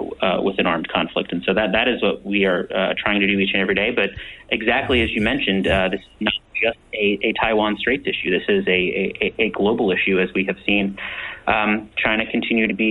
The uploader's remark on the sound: Mansfield Center. We had open phones during the first hour.